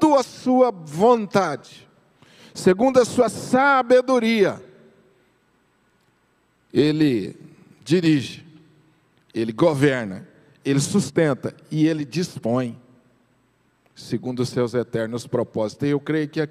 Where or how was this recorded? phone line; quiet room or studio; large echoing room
large echoing room